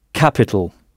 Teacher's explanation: En insistant bien sur la première syllabe, ka, capital. C'est comme si vous frappiez sur cette première syllabe, capital.